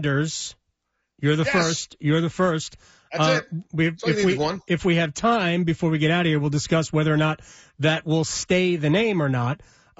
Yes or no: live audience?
no